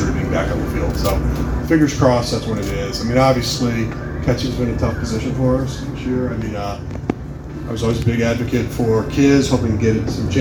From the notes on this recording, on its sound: I'm releasing the audio from Cardinals Blogger Day at Busch Stadium. Sorry about the audio quality; the recording was done with my phone.